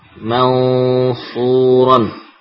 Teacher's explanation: Letak gunahnya di sekitar mahraj sad ya, di depan.